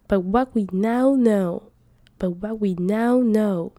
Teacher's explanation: 这个 now know 有很多的鼻音会比较难发，所以呢这两个字连在一起的时候，我们多半会把它发比较长一点点，才会让你的鼻音听起来，这个 and 的音听起来比较完整。But what we now know, but what we now know